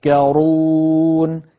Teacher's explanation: قلت لكم وأكرر وأذكركم دائما بعض الأفعال التي أولها تاءان، تتذكرون تا تا تا تا تا، فالعرب تستثقل توالي المثلين التائين، فمن العرب من يحذف إحدى التائين كما فعل كما يعني رويت لنا برواية حفص تذكرون، ومنهم من يدغم التاء الثانية في الزال التي بعدها بتحويلها إلى زال وإدغام الزال في الزال فتصير تذكرون، كما رواها لنا ورش بل ونافع كله يعني سواء من رواية ورش أو من رواية قالون تذكرون، فسواء قرأنا تذكرون أو تذكرون كلتاهما أصلها تتذكرون بوزن تتفعلون.